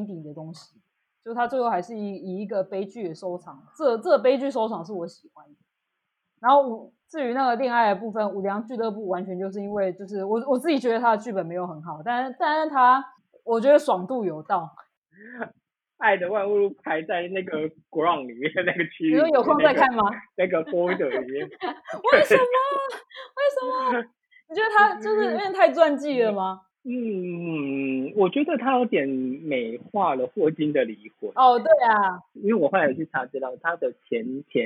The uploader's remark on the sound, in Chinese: 首次搭檔錄音。第一次錄影，音質不好，請見諒！